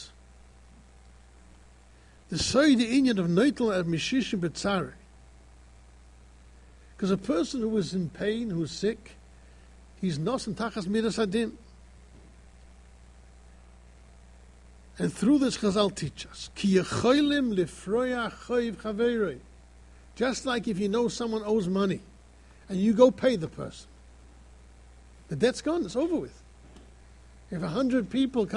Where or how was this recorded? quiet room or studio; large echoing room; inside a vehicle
large echoing room